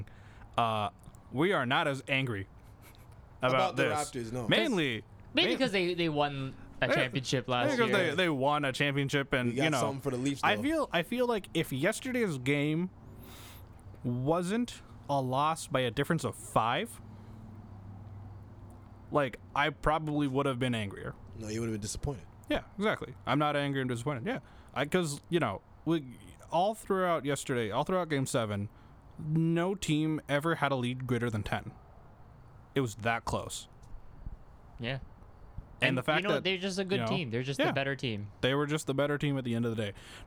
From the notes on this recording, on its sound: episode recorded outdoors